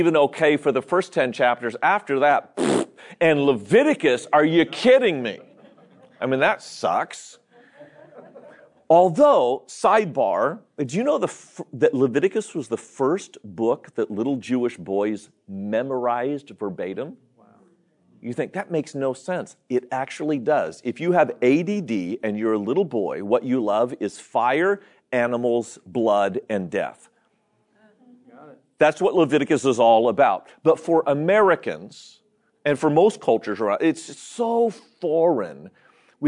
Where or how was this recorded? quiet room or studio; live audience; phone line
live audience